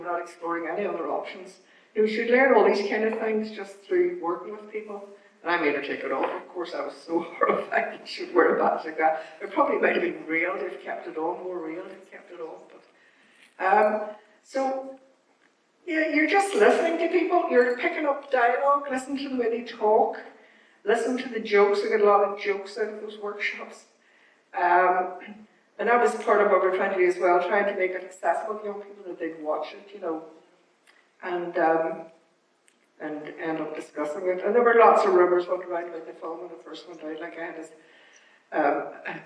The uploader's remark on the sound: It's the Q&A from our screening of HUSH A BYE BABY.